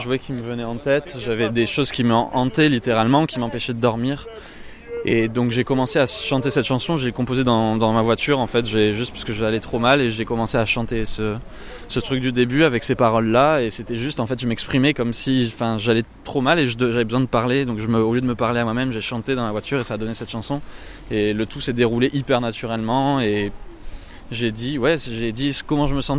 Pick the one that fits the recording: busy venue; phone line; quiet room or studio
busy venue